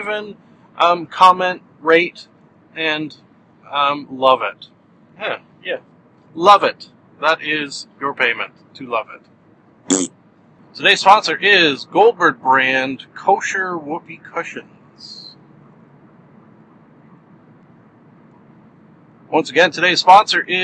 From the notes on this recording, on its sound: I drive to work and record a podcast